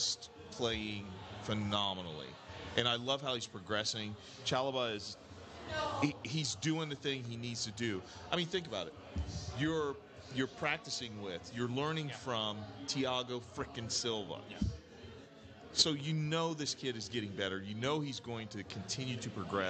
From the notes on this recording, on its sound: We’ll be watching live from our favorite local pub, and things are sure to be raucous.